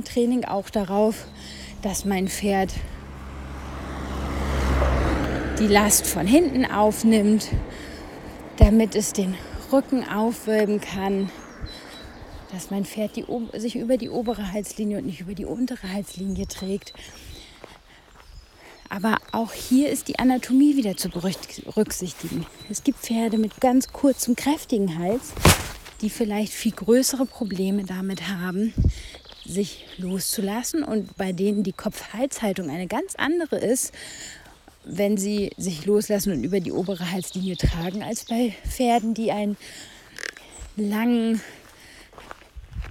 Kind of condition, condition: setting, outdoors